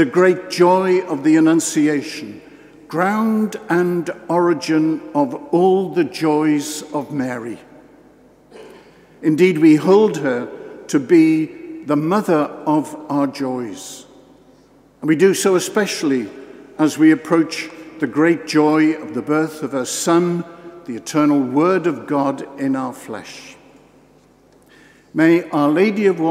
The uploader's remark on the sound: This homily at the Episcopal Ordination. Given in the Cathedral Church of St John the Baptist in Norwich.